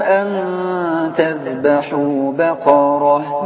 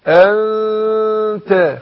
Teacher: الغنة حركتين بس شوف داخل إخفاء النون عند التاء